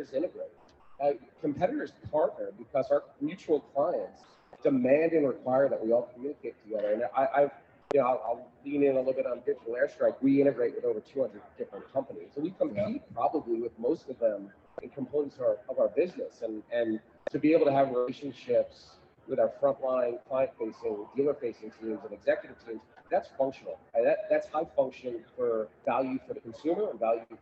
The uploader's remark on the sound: Another Great Live Interview at NADA. At the Polly booth at the show.